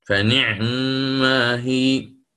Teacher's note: قرأ ببيان سكون العين فيها